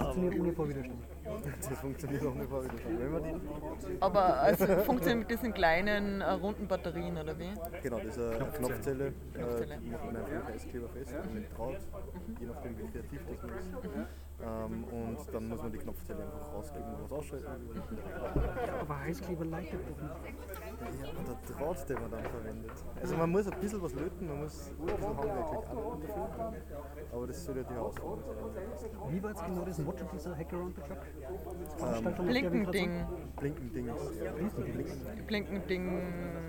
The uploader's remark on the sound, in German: Live vom Hack Around the Clock